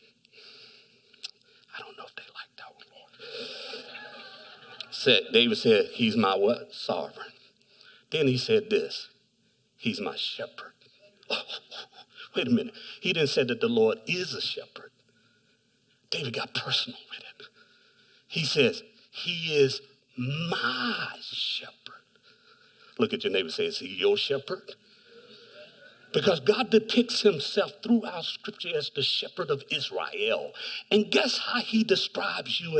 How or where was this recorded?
large echoing room